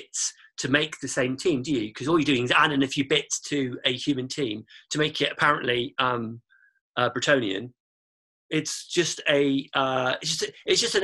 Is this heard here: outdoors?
no